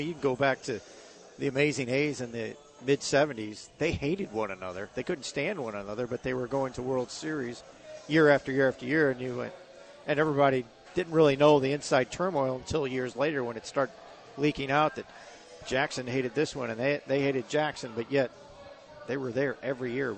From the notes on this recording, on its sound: broadcasting live from Hot Shots in Saint Charles